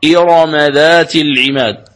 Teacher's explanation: تقرأ إرم بالتفخيم الراء